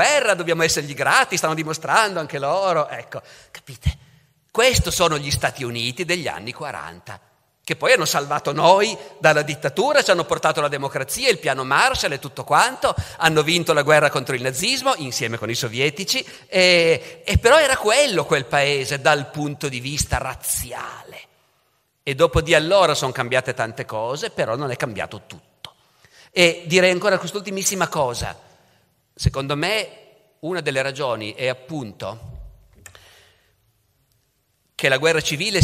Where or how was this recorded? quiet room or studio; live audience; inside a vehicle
live audience